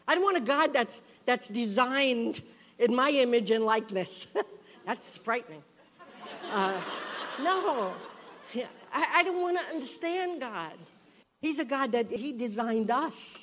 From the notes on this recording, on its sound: was given at the 17th Magnificat International Leaders Conference in Pittsburgh, PA on October 7, 2023.